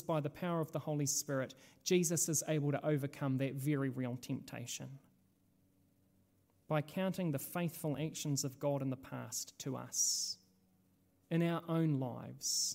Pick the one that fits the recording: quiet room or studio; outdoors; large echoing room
large echoing room